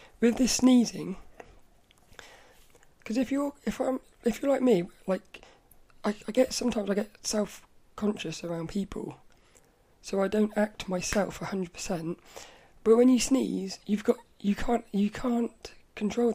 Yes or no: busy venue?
no